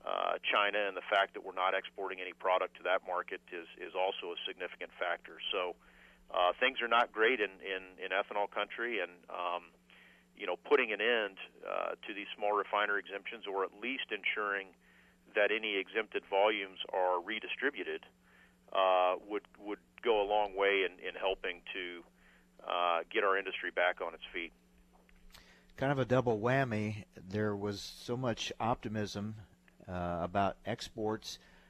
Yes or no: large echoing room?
no